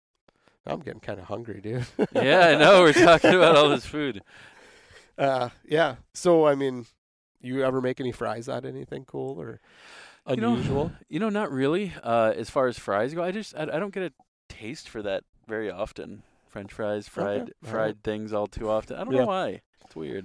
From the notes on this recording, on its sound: We sat in a park at a picnic table